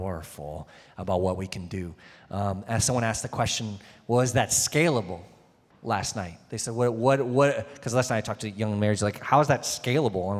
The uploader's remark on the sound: answering some questions from the audience at the Town Hall Meeting